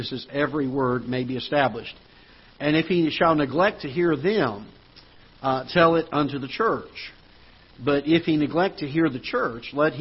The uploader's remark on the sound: Ketha Heights Baptist Church ~ Live Broadcast